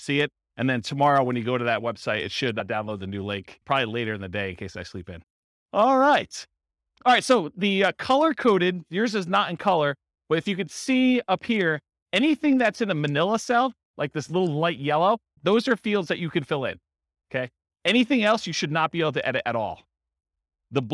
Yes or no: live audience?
yes